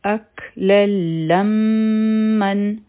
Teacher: دلته کې به بغیر د غنا نه ادغام کیږي · Term: ادغام تام